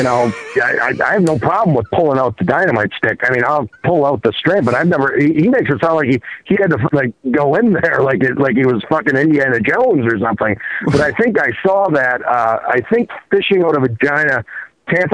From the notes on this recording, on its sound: Phone calls.